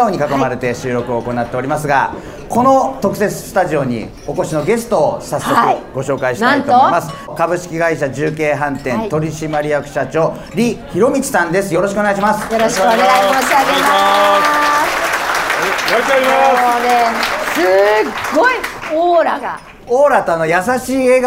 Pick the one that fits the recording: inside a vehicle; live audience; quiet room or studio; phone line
live audience